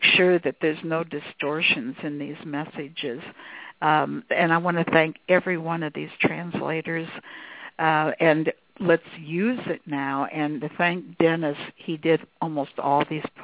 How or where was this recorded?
phone line